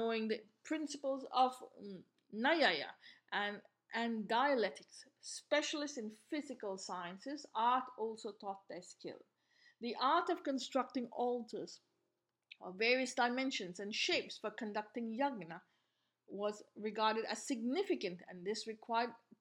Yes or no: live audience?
no